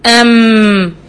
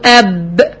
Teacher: الميم والباء بيخرجوا من بقعة واحدة في الشفتين، هما اتنين زي بعض. · Term: شفوي